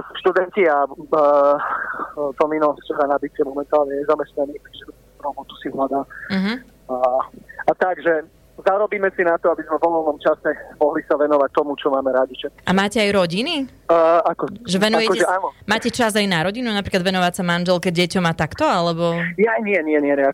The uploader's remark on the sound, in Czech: Náš telefonický rozhovor